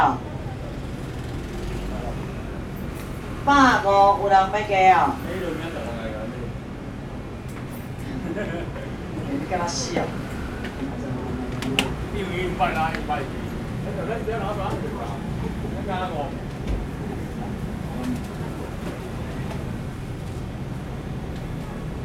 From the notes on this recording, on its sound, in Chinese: 台北市萬華區,一個充滿歷史的區域,尤其在龍山寺的周邊,有二手市場,有剝皮寮街區。這段錄音,是2019年我恰巧經過康定路上的新樂園拍賣場,現場的拍賣狀況,記得當時時間約在下午傍晚時刻。